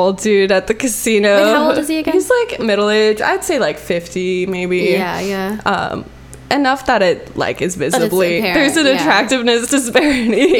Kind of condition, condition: fault, hum or buzz